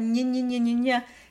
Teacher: Exactly. So it's actually a pretty tight consonant where the tongue lays, but it's laying up flat against the palate and then it's almost like you're saying a J glide at the end of it, but you're not quite saying that. · IPA: ɲ